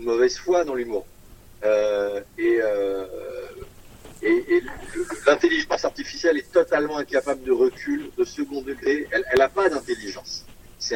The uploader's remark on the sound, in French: Interview téléphonique